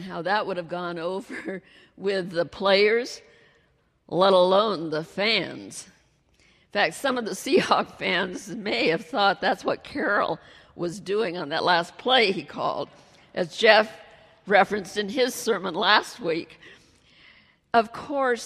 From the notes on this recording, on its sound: She delivered her message during the Traditional Worship service.